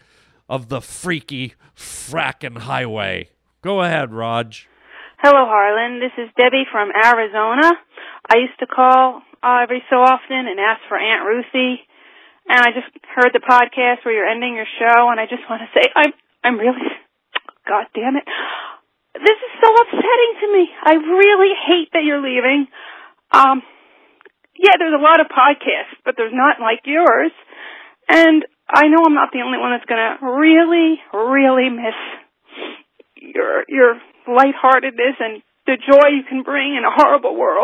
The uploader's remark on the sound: Listener phone calls.